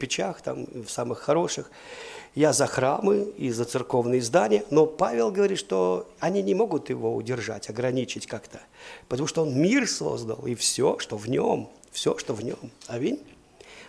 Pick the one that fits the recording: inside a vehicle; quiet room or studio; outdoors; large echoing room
large echoing room